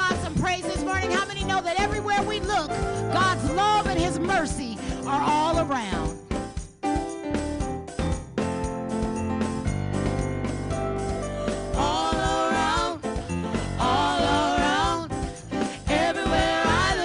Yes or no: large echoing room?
yes